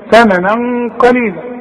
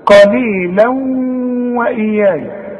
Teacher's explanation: القاف مفتوحة وفي النطق تبقى بدون شدة، انما اسمع الواو بقى لانها من حروف الادغام · Term: الاخفاء